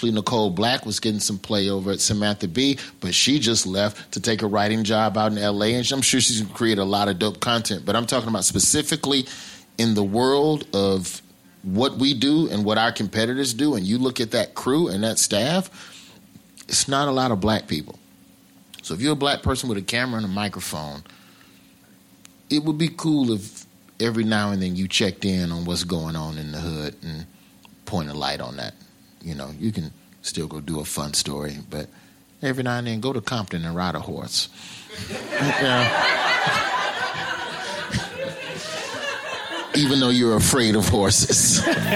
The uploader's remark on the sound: Live at SXSW